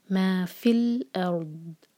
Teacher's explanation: را تو ہیوی ہوگا کیونکہ را پر سکون ہے اور اس سے پہلے فتحہ ہے، اور پھر ضاد پر ہلکا سا زیادہ ٹائم دیں گے.